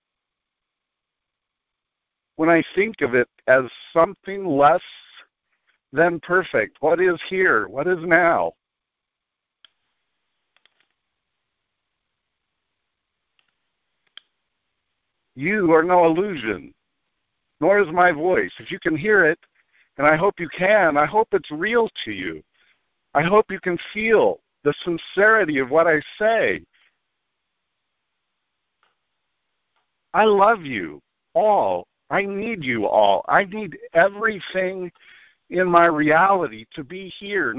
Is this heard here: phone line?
yes